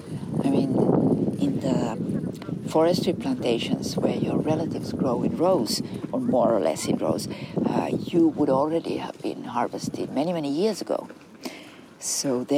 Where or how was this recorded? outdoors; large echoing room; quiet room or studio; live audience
outdoors